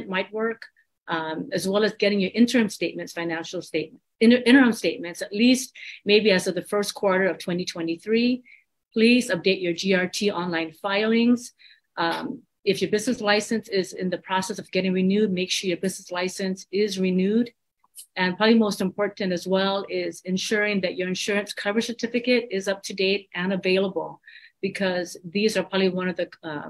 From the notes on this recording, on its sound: Disaster Recovery Virtual Workshop.